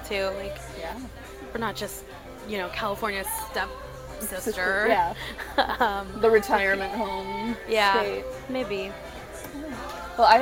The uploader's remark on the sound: Apologies to listeners as the background noise was a little loud.